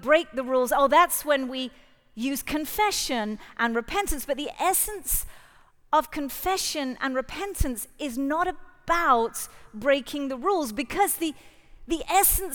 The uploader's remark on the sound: Live at The Orchard Conference 2023